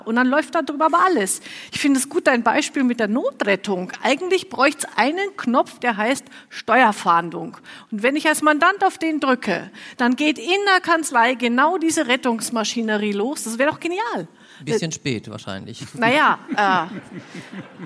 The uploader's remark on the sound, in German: Ein Mitschnitt von der Celler Steuerfachtagung. Wir waren zu Gast auf der Steuerfachtagung Celle. Dort auf der Bühne zu stehen, war eine Premiere für mich.